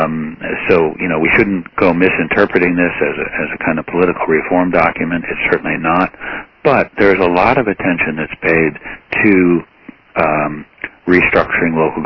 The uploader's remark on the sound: Hours after the close of the Plenum on November 12, the National Committee hosted an on-the-record teleconference.